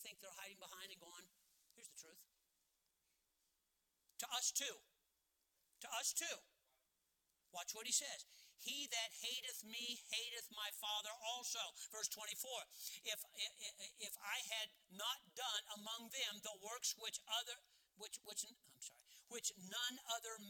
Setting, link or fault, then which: setting, large echoing room